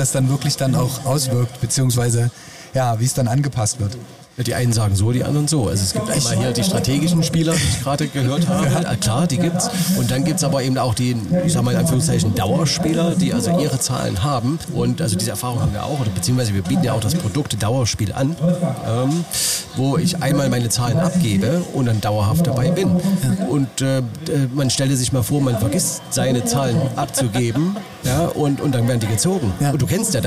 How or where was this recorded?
busy venue